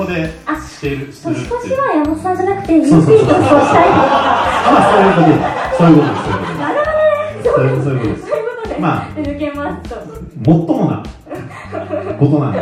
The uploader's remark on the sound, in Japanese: 公開収録